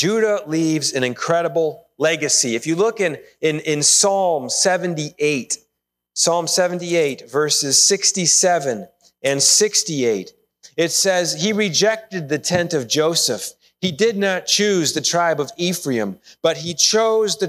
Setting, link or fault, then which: setting, large echoing room